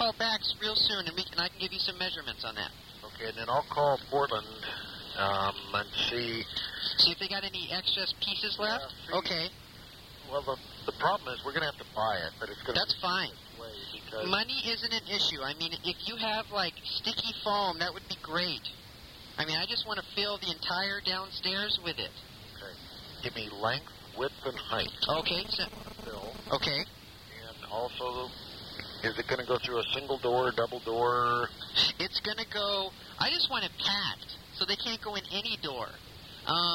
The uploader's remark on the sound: RBCP's Personal Prank Phone Calls Collection